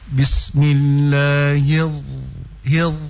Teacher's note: Kalau dia bertasydid, sifat huruf ra yang bergetar itu rrr, kalau dia bertasydid, maka itu hilang, dihilangkan. Jadi tidak kedengaran rrr.